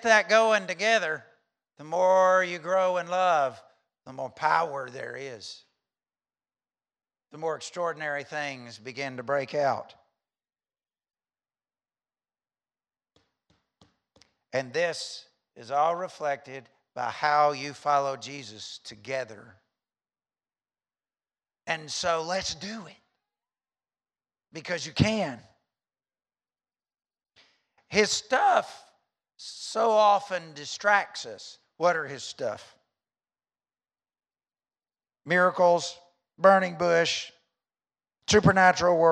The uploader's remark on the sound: during the 10:30 am service at The Anchor Church in Rockport, Maine